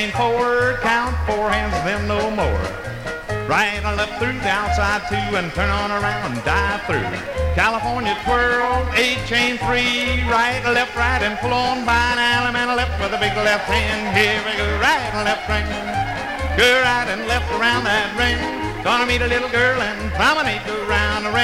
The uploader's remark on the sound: Blue Star Jubiliee in Houston, Texas. From the 1964 Blue Star Jubilee Square Dance held in the Sam Houston Auditorium.